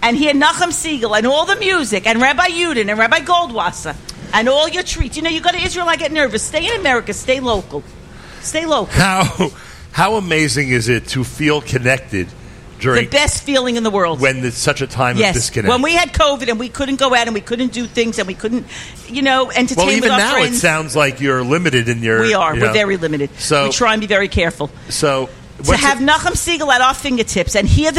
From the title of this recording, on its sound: Live from Gotta Getta Bagel in Woodmere